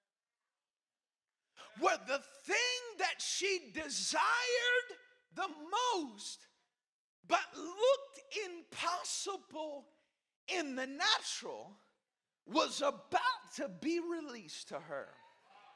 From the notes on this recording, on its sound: Preached at Cornerstone Church in Salisbury, NC